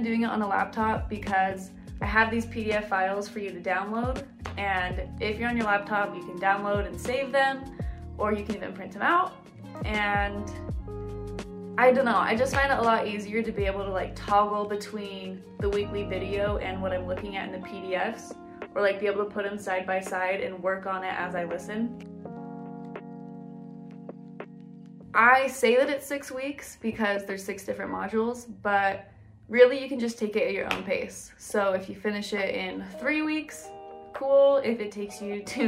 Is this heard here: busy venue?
no